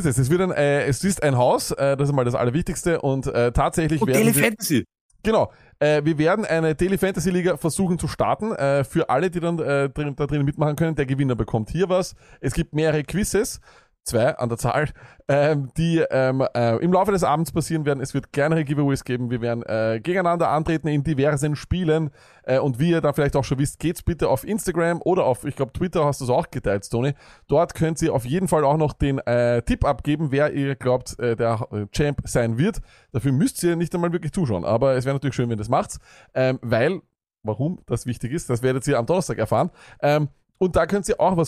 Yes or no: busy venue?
no